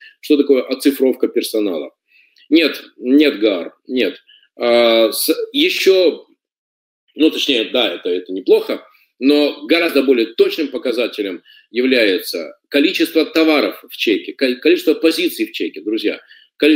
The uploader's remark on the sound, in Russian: Запись вебинара